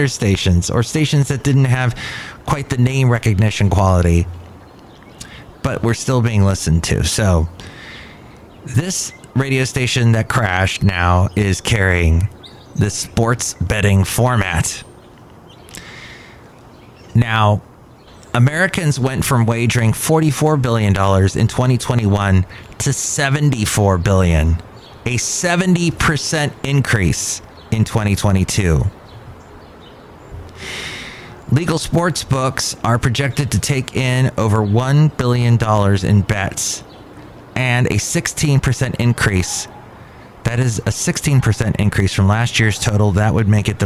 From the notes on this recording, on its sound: podcasts live from Cafe Anyway